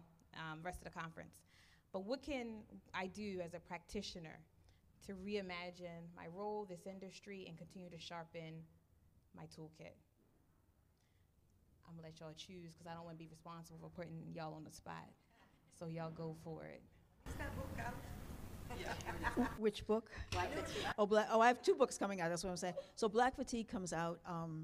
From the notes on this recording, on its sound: At this year's Forum on Workplace Inclusion, The Winters Group, Inc hosted a live podcast recording event